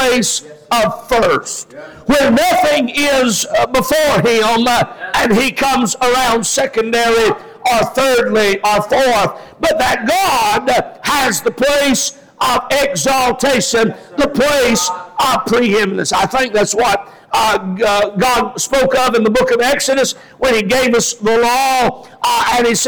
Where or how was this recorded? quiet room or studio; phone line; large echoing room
large echoing room